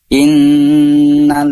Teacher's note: Sebetulnya di sana ada lam bertasydid dari idgham syamsiyah, jadi tidak begitu terdengar jelas lam yang pertamanya, sukun dan dimasukkan ke lam yang kedua, jadi bertasydid. Innallazi, langsung dimasukkan ke huruf lamnya.